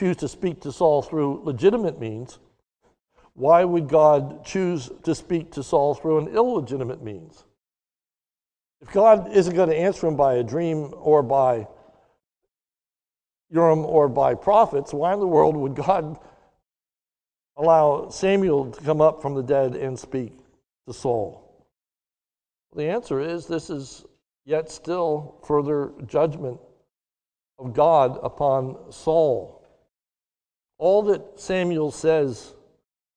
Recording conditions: large echoing room